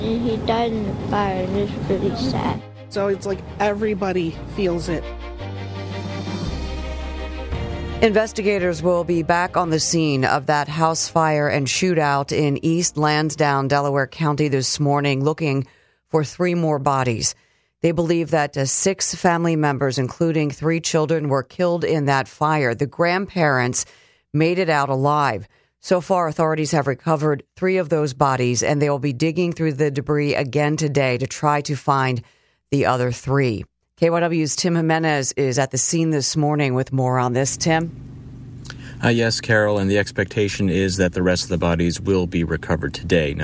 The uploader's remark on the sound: live at the scene